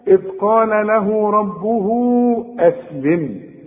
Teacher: له ربه أسلم عندك مد الأولى حركتين لأنها بعدها راء إنما الهاء الثانية اللي بعدها واو بعدها همزة يبقى عندك مد أربع حركات